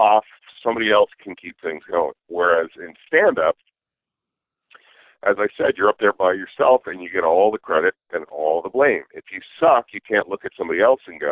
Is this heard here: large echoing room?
no